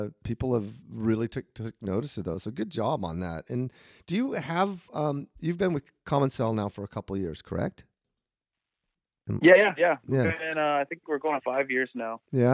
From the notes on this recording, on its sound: Was kind enough to spend some time on the phone with me the other day.